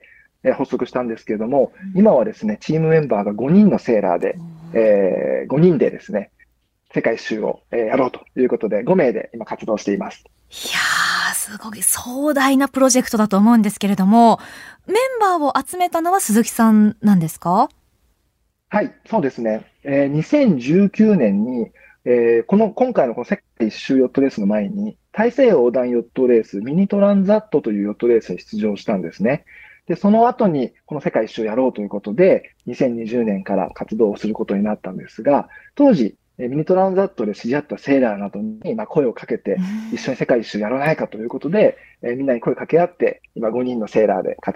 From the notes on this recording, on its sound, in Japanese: この番組はインタビューもナレーションもリモートで収録しています。ゲスト側の生活音や、ノイズがあったりします。